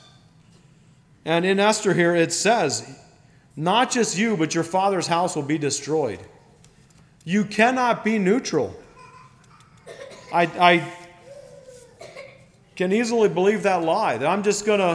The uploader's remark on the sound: Message preached at Millmont Mennonite Church on Sunday Evening May 7, 2023